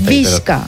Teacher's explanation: És com una S que la K l'arrossega un poc cap darrere. Però que no cal ni que ho pensem, perquè la nostra mateixa boca ja ho fa.